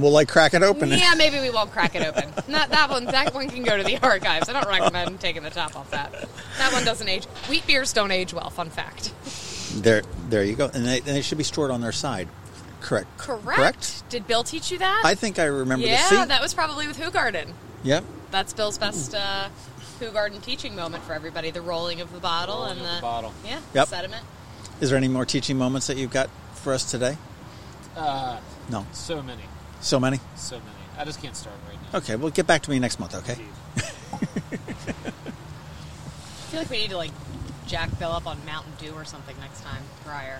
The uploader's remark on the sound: When the weather is perfect on a mid-October afternoon, you head outside with our friends at Katcef Brothers, Inc . To sit at a picnic table and record a beercast!